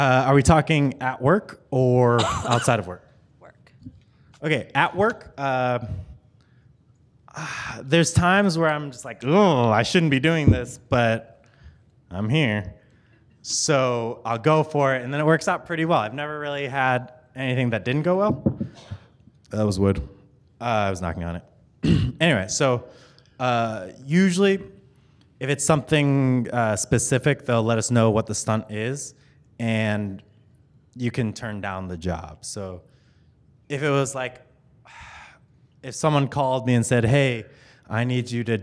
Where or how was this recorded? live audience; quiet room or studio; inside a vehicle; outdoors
live audience